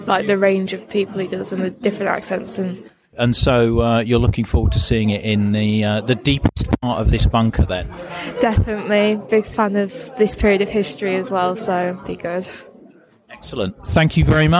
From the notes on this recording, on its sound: Today is a short bonus episode I recorded at the weekend while at a film showing of Dr Strangelove in a former UK Regional Seat of Government Bunker in Cheshire. Film Screening in a Nuclear Bunker.